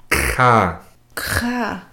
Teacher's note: It's the back of the mouth, not the back of the throat, but the back of the mouth. It's almost like if you were to gargle water.